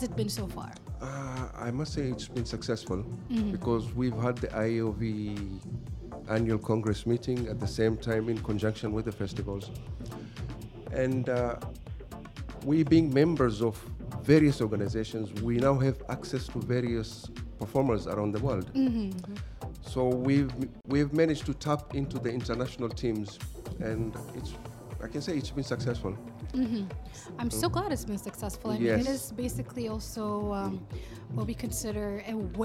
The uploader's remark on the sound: Live from SHD 2023. Sharjah Heritage Days.